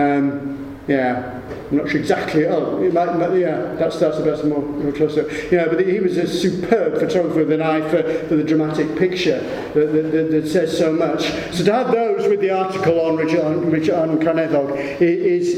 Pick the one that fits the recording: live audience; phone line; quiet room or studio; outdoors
live audience